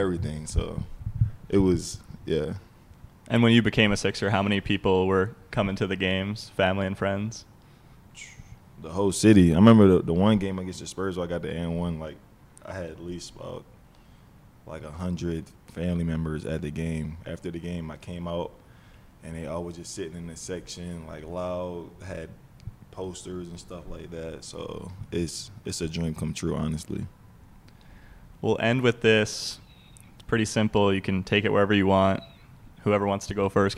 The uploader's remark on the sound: live from the NBA 2K23 2022 Las Vegas Summer League